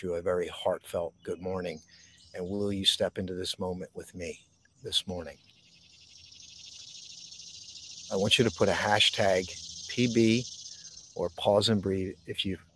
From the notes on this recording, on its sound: This Episode originally streamed live on location at Goat Hill Overlook - Lambertville, NJ. The audio from this podcast was taken directly from this live stream.